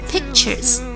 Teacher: 可以不完全爆破，停顿一下儿